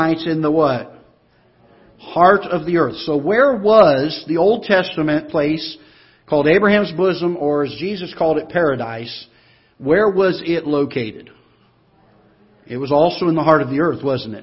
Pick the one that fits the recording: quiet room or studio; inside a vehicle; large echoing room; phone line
large echoing room